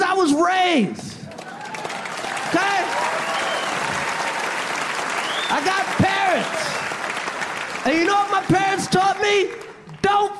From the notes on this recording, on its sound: live stand up on Netflix